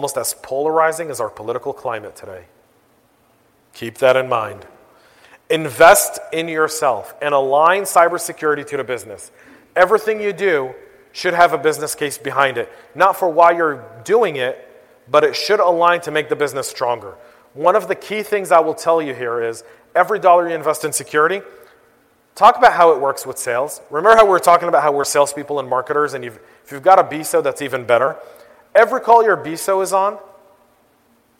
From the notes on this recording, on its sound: I was asked to give the keynote address at FutureCon. FutureCon Atlanta.